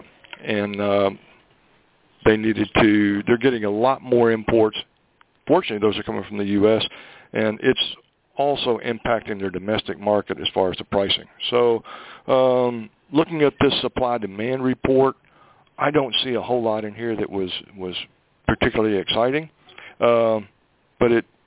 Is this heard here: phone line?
yes